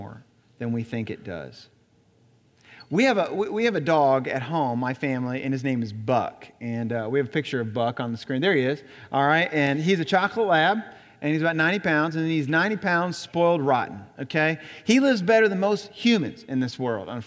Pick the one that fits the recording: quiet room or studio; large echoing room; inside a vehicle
large echoing room